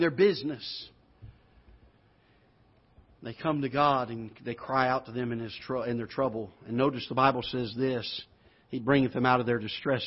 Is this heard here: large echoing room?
yes